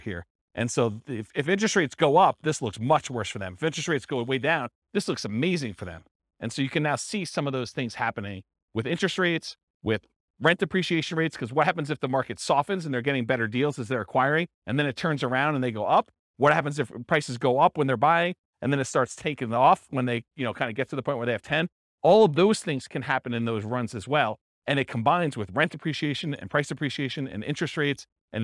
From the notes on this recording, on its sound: This was a live class recorded